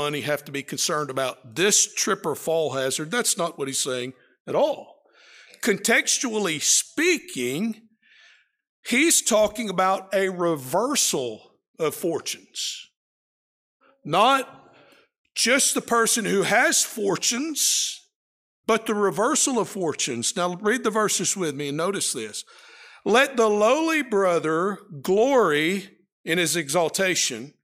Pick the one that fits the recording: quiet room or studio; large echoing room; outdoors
large echoing room